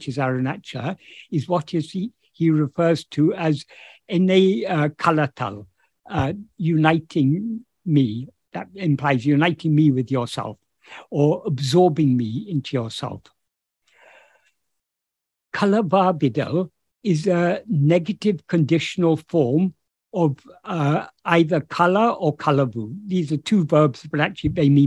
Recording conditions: video call